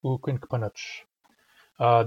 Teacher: the suffix punach is a lengthening suffix. It lengthens the first vowel of its stem. So whereas ukwink has two short vowels, ukwinkpanach starts with its first vowel is long, and that's the effect of the suffix.